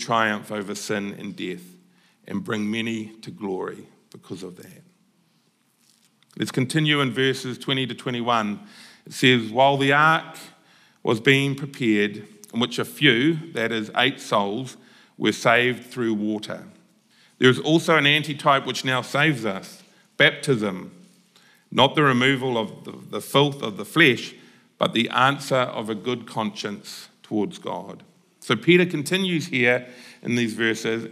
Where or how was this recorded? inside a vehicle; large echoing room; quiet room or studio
large echoing room